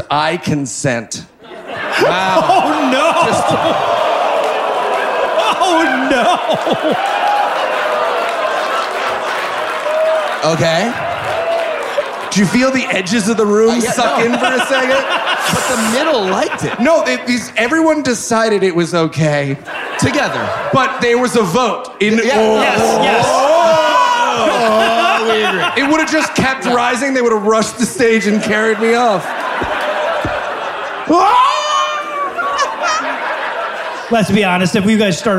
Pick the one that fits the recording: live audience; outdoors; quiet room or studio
live audience